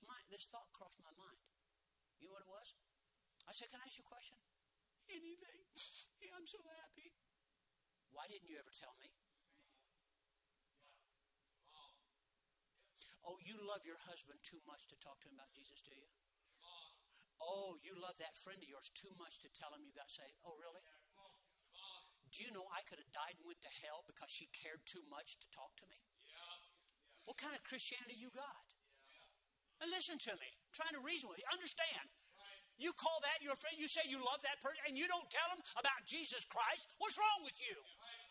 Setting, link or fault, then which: setting, large echoing room